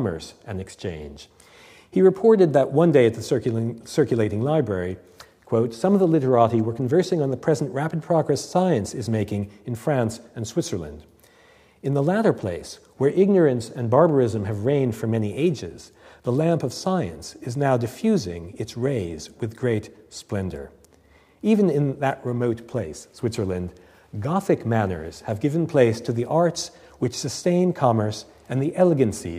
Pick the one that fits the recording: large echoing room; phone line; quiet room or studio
large echoing room